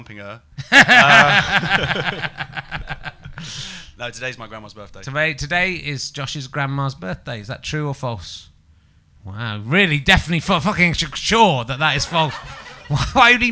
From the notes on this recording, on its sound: the audience are getting amorous with each other